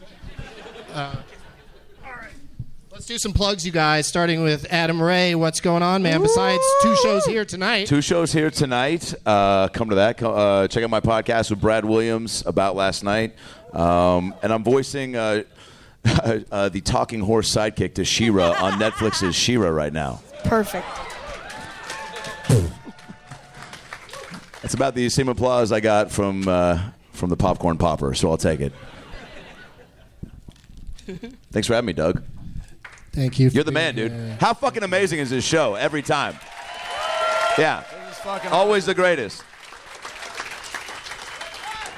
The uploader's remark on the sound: Live from the Helium Comedy Club in Portland.